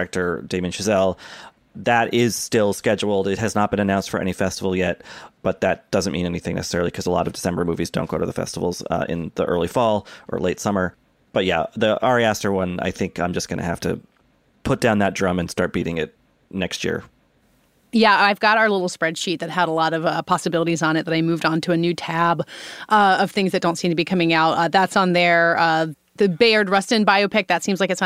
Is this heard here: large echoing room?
no